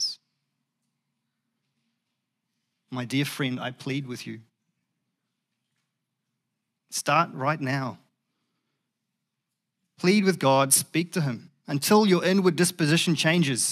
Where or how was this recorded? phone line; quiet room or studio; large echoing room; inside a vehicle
large echoing room